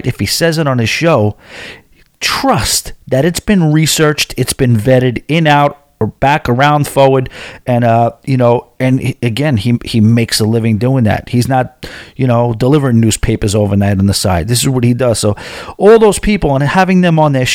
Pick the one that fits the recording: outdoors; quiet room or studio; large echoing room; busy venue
quiet room or studio